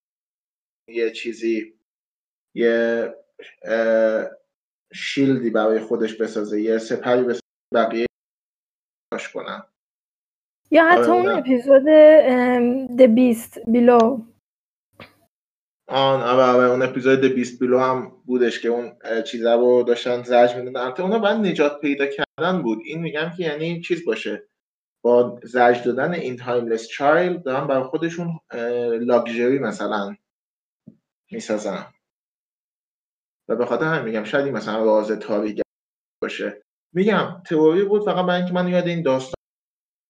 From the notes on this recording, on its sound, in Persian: پادکست هووین فارسی را به علت شیوع ویروس کرونا به صورت آنلاین ضبط کردیم